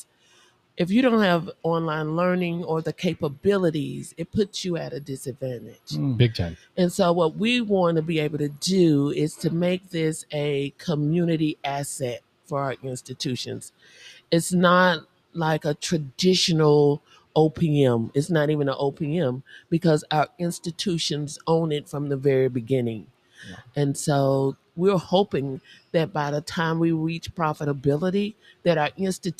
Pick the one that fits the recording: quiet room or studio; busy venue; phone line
busy venue